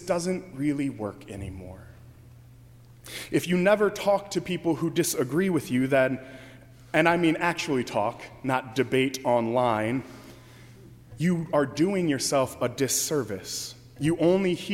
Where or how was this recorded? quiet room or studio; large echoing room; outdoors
large echoing room